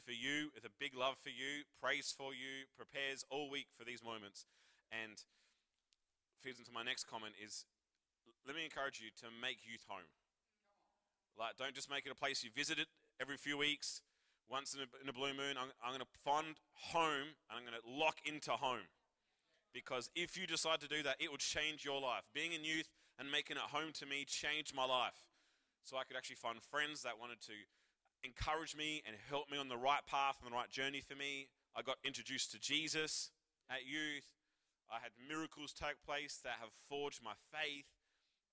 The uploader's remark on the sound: Recorded live at One Youth (One Heart Church, Port Lincoln) on the 2nd of July, 2023.